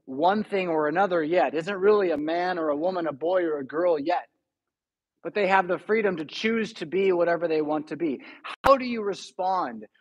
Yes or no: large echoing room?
yes